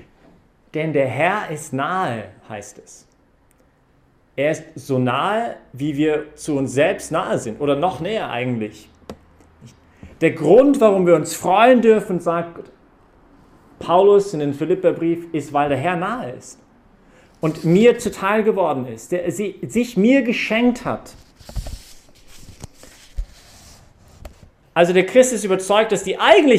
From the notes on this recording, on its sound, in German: Hat diese Predigt während der Young Professionals Messe am 13-12-2020 im Zentrum Johannes Paul II.